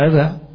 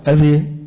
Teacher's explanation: أذى فيها الفتح، وفيها التقليل، وفيها الإضجاع، الإمالة، يبقى هنا الفتح أذى، الإمالة أذي، الإضجاع كذا، بين الاثنين أذى أذى، يبقى هنا فيها ثلاث قراءات لأصحاب الفتح، وصلهم الجمهور.